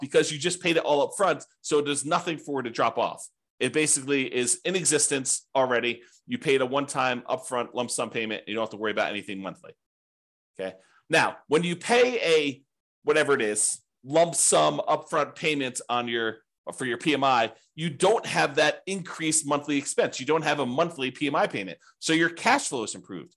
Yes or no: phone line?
no